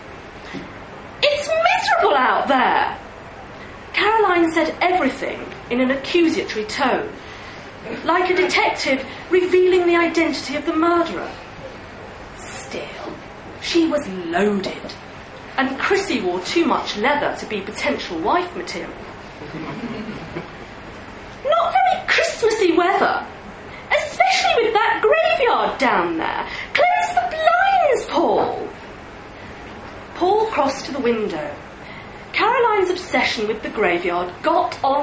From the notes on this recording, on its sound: read live at the liars league